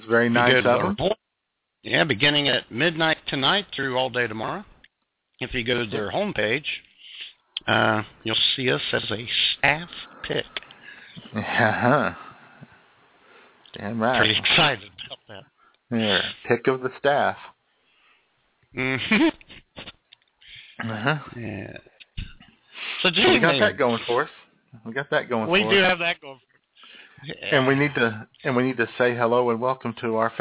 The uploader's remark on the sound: All of this frivolity plus your phone calls with your favorite games of all-time.